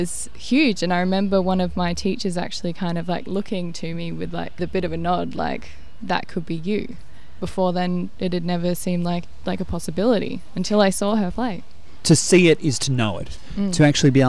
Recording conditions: outdoors